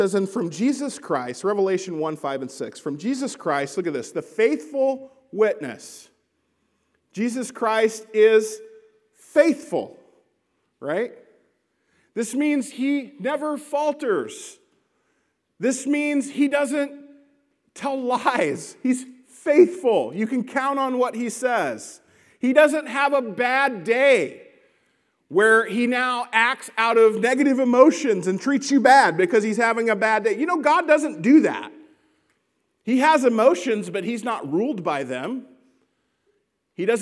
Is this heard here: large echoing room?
yes